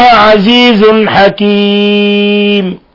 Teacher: تنوين ضم جاء بعد حرف الحاء، الحكم التجويدي إظهار حلقي لأن الحاء من حروف الحلق